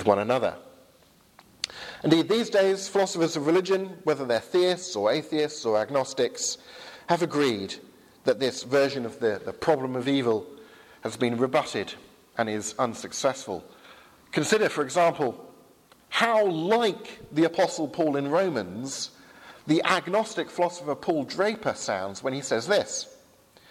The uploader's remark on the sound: Sermon from Highfield Church Southampton, 11 am service, 1st October 2017.